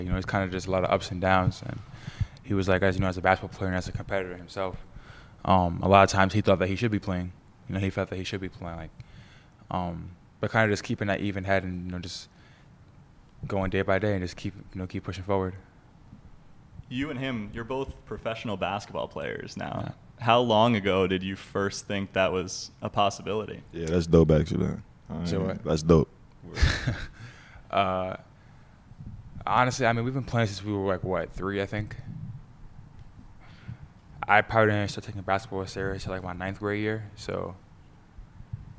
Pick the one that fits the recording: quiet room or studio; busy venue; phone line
busy venue